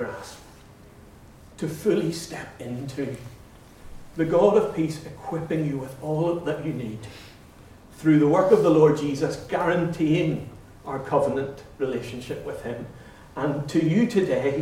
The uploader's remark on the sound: Recordings of talks and interviews from the Convention 'My Peace' Project 242 event